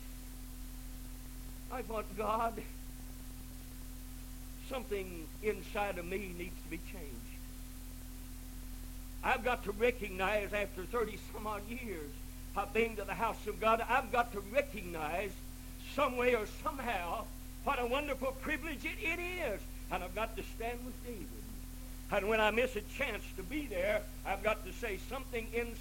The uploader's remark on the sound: This recording is really quiet.